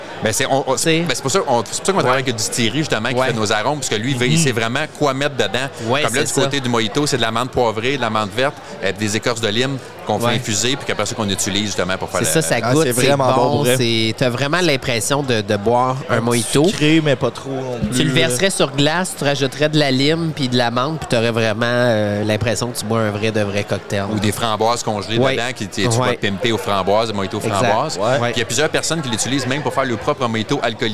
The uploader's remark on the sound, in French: Congrès Tite Frette 2023 - Salon Fournisseurs. Avec des microbrasseries en directe de notre salon fournisseurs annuel à Granby.